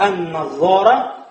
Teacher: этот лям входит в нун, лям не произносится, вот, но пишется, и нун удваивается, потому что нун шамсия, солнечная буква, приходит с алиф-лям.